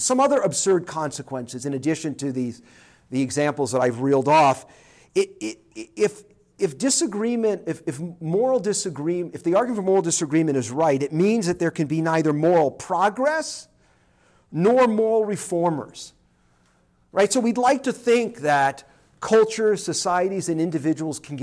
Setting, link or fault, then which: setting, large echoing room